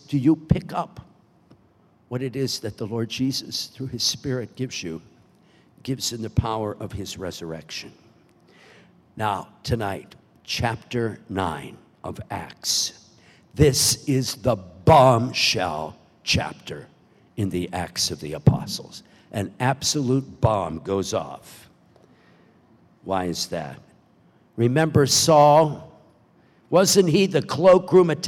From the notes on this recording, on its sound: Delivers the homily at the Baccalaureate Mass, celebrating the 66th Commencement Exercises at Franciscan University of Steubenville.